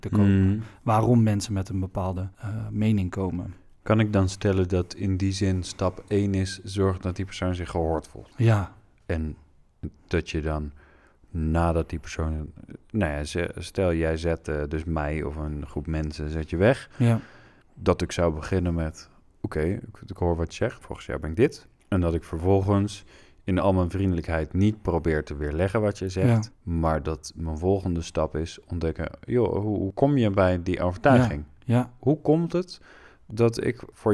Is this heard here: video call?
no